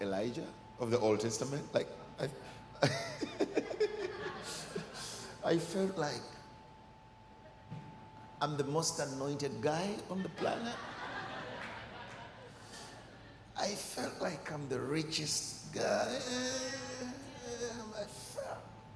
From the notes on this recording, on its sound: Recorded during our 9am service.